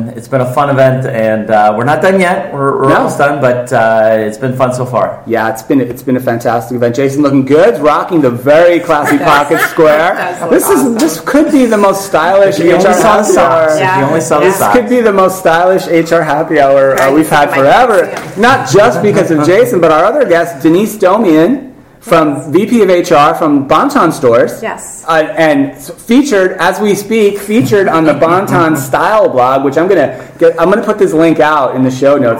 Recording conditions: busy venue